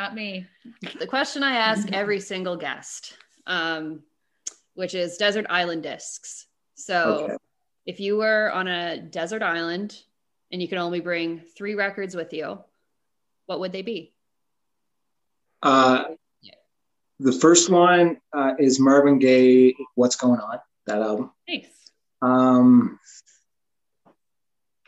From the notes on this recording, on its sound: joins us via zoom